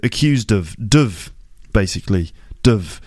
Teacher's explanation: So you end up with accused of, duv, basically, duv. Now, you might not have learned, or you might not expect the word of to be pronounced duv. He's been accused of murder.